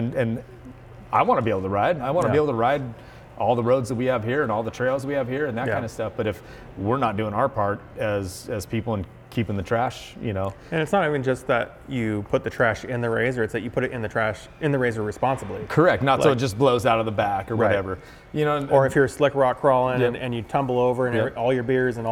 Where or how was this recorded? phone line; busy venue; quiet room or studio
busy venue